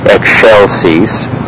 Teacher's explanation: the X is simply the K, and then the S, the shell, simply comes out of the C, because as you remember, C followed by E is sh.